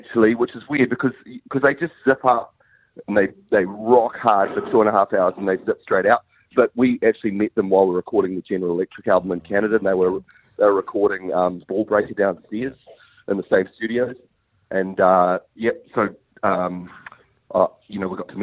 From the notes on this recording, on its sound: Today we were joined on the phone